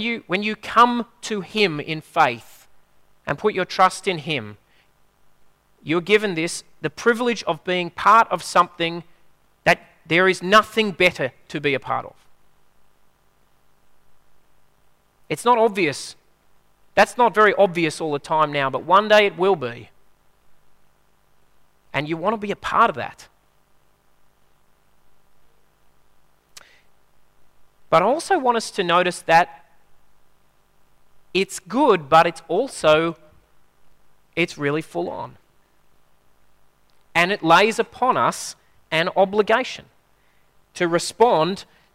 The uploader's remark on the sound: At a Church in the Graveyard service